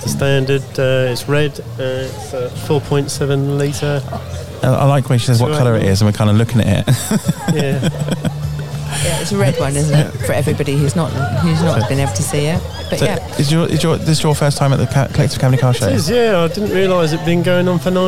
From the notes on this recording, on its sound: Collectively Camberley Car Show 2021. Were out and about on this special day in Camberley with the microphones and cameras, catching the atmosphere of the day, with the sights and smells that make up this annual event in the town.